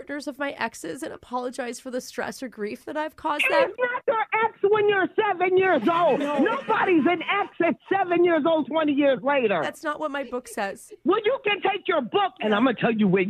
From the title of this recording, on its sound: Phone Tap